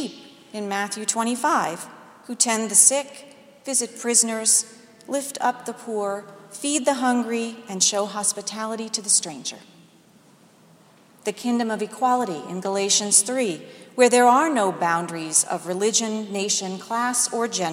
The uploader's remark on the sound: delivered today's sermon at Jan Hus Presbyterian Church and Neighborhood House